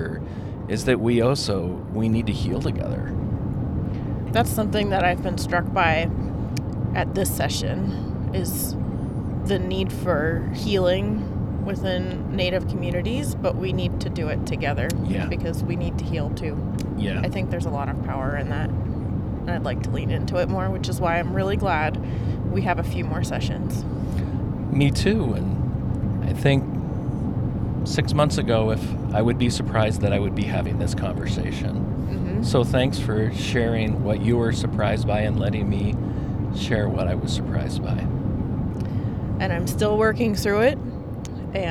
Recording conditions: inside a vehicle